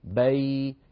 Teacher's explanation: ياء ساكنة مفتوح ما قبلها بي، هذا حرف لين وهو الحرف الأخير في الكلمة الأولى